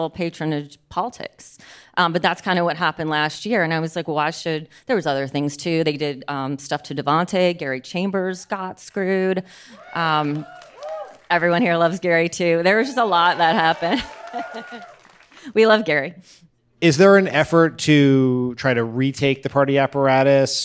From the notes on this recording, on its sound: Live from New Orleans! Recorded at The Joy Theater in New Orleans by permission of MVNLA Owner, LLC.